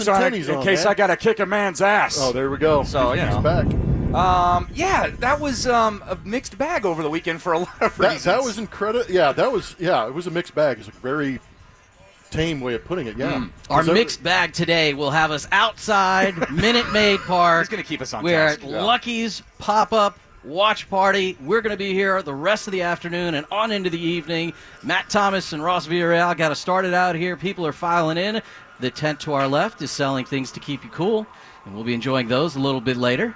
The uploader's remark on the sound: live from Lucky's for the Astros home opener!